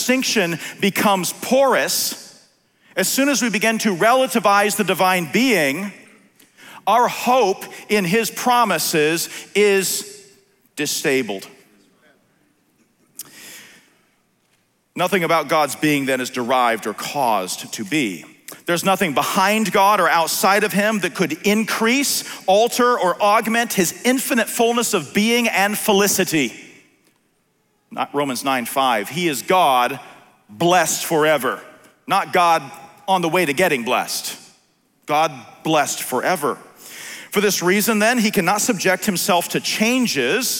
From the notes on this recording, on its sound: on January 23, 2021 at the Founders “The Only God” national conference in Southwest Florida.